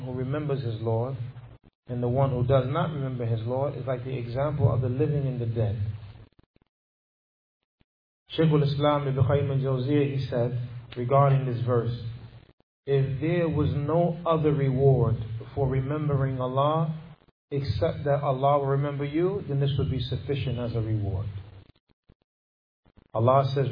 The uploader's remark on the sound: Lecture given at Masjid Nur Allah, Queens, NY.